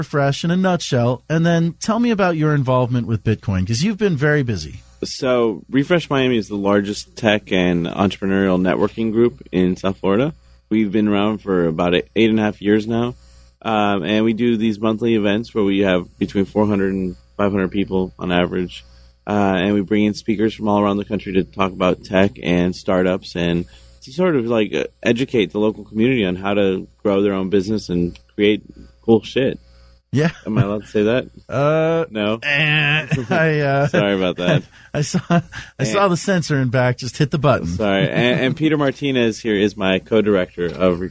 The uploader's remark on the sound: also joined us by phone in the 2nd hour